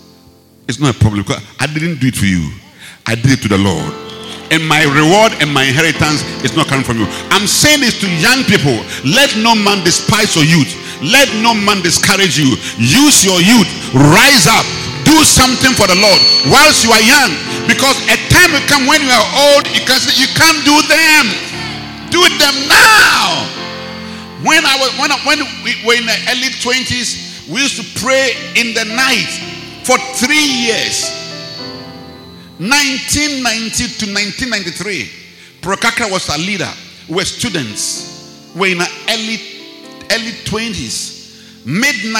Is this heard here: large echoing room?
yes